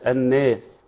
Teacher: نعم نعم، الخطا اللي بعد كده، بعض الناس بيميل الالف في كلمه الناس، الناس هكذا ياتي بما يشبه الإمالة.